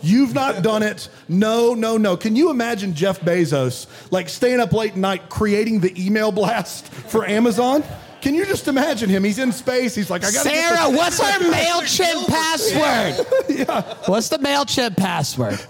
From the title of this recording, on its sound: LIVE in Greenville, SC